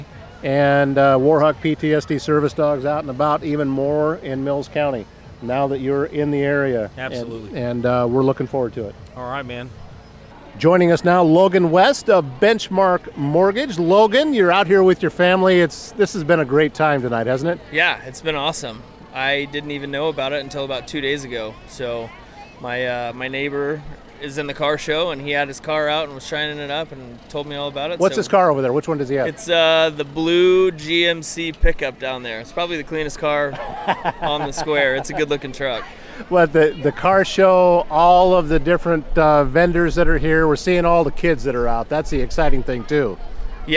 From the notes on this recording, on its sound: This episode was recorded on site at the Cultivate Community Event in Glenwood Iowa on August 10, 2022!